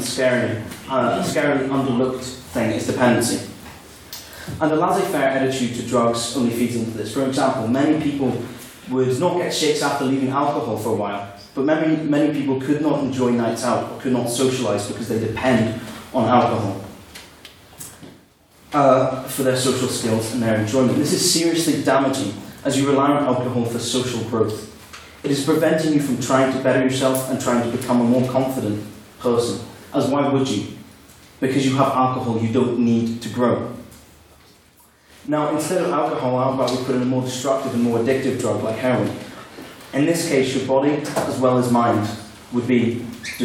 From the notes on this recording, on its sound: the recording of the fourteenth Ordinary Meeting of our 169th Session, where the House convened